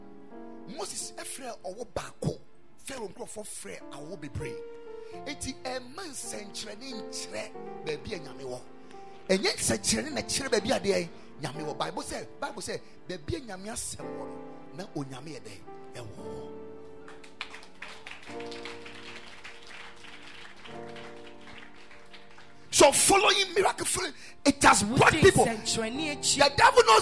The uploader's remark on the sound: Preached at the Ekklesia Chapel.